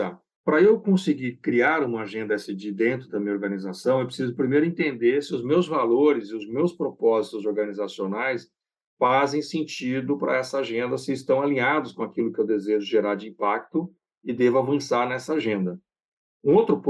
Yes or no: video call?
yes